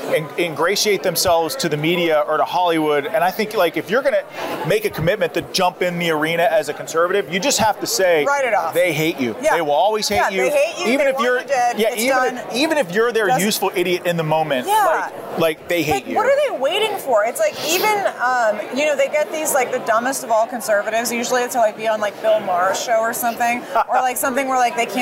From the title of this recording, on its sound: Battleground LIVE from CPAC